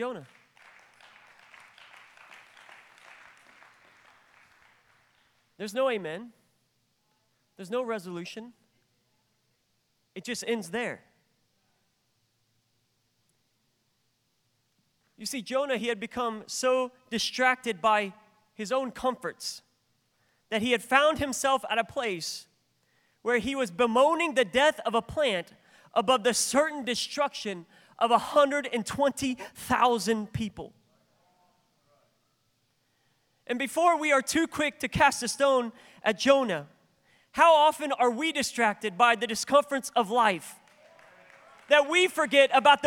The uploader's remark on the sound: This is the fifth day of our National Conference in January 2023.